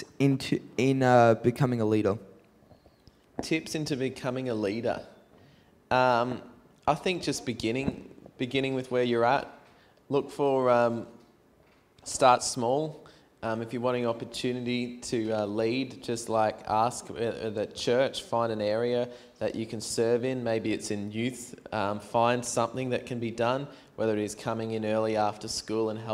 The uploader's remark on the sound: Questions from the audience at BRAVE CONFERENCE 2019. LIVE. QnA.